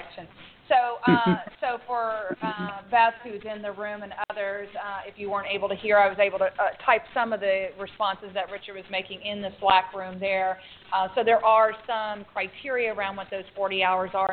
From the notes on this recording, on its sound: This is a special live episode held during the annual Association for Conflict Resolution (ACR) conference.